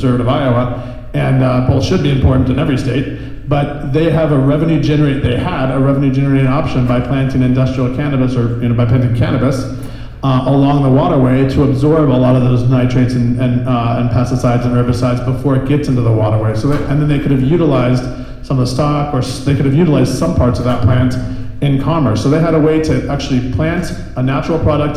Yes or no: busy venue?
yes